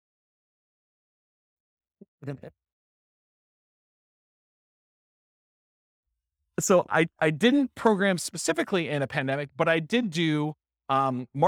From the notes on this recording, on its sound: This was a live class recorded